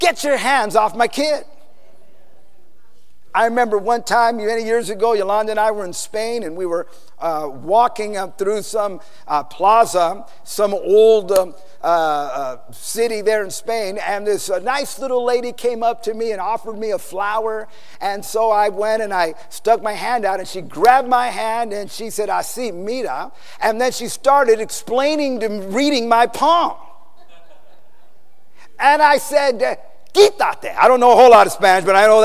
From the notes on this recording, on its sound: PREACHED IN SAN ANTONIO TX 2011